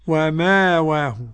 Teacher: قرأ مأواه بإبدال الهمزة السوسي عن أبي عمرو وأبو جعفر وحمزة عند الوقف